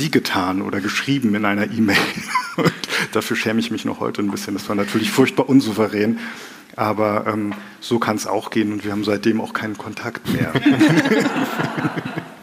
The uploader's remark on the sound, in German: Hatten zudem die seltene Gelegenheit, auch ein Live-Publikum zu Wort kommen zu lassen. Auf dem Podcast-Festival auf dem F.A.Z.-Kongress "Zwischen den Zeilen".